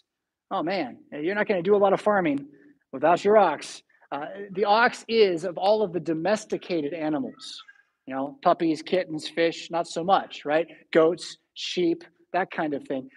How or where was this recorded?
large echoing room